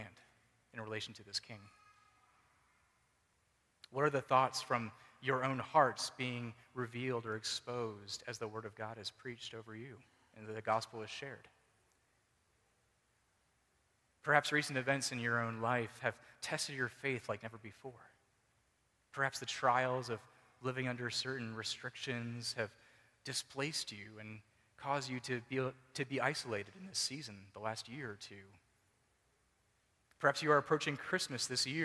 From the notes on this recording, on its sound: Preached at Mercy Presbyterian Church, PCA (Forest, VA)